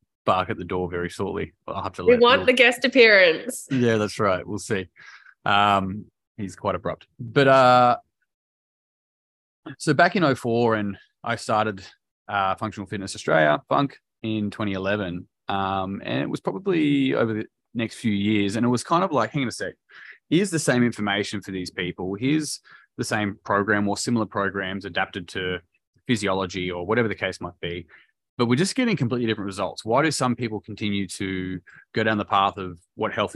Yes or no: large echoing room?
no